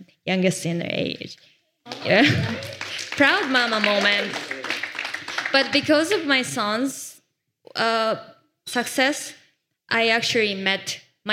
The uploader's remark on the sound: In a panel discussion hosted by Lens Protocol at Gateway Miami